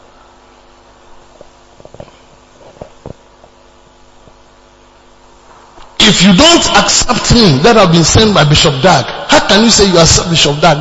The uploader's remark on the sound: PREACHED ON SUNDAY DURING REFRESHING SERVICE AT CAPTAIN OF SALVATION CATHEDRAL